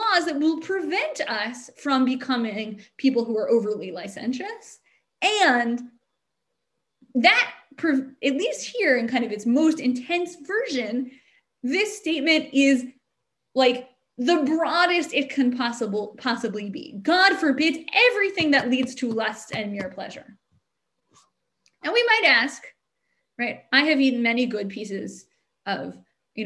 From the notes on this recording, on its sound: This audio was originally captured from Zoom